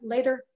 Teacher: the middle sound in there, later, it's called a tap. Later, you tap the your tongue against the top of your mouth.